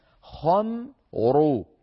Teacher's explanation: الخاء مفخمة الميم مرققة الراء مفخمة خمر، فنفخم الخاء مباشرة ننتقل إلى ميم مرققة ثم نعود فنفخم الراء.